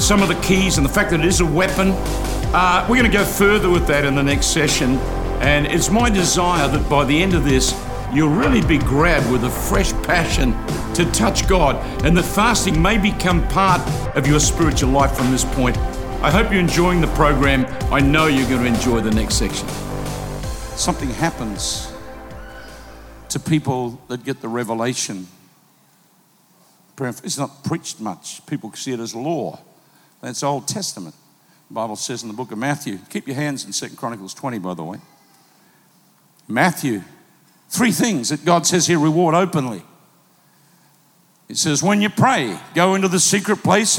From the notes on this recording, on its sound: Recorded live at PlanetShakers Church.